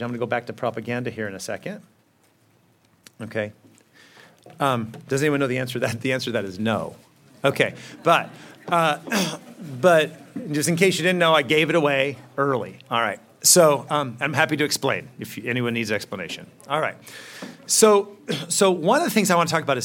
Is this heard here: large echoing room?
yes